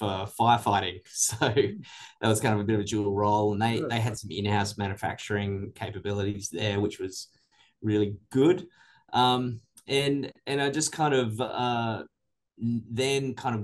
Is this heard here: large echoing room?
no